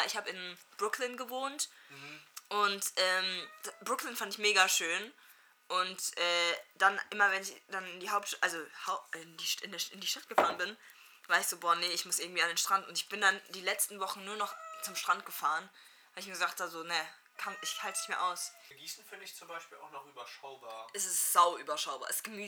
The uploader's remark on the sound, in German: PS: Kopfhörer benutzen, die Audio ist leider etwas leise.